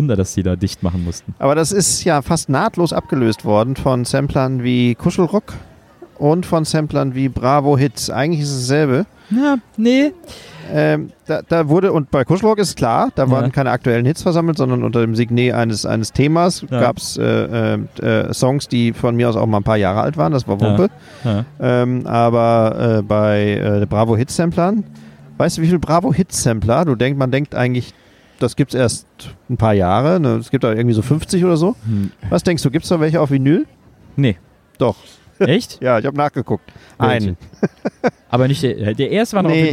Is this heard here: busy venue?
yes